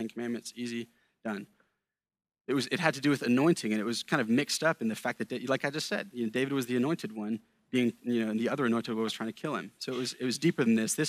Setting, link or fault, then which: setting, large echoing room